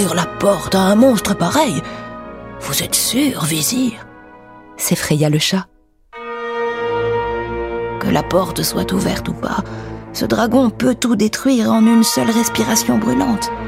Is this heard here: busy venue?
no